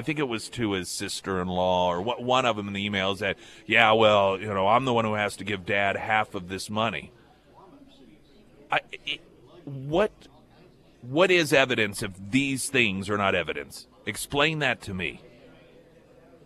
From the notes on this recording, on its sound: live at Scramblers Diner.